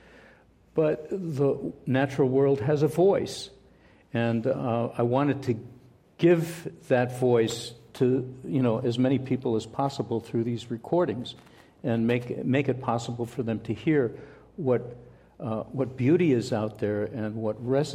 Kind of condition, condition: setting, live audience